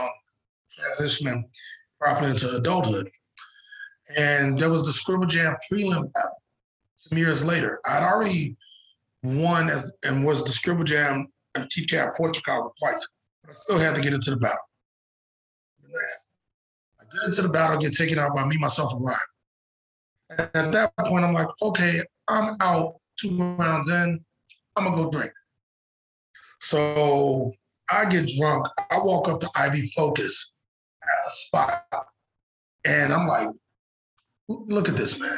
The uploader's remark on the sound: Internet connection was choppy, so excuse the questionable audio quality.